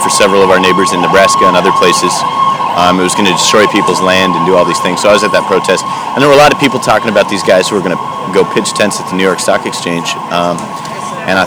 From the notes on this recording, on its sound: Live from Occupy Wall St. Zuccotti Park.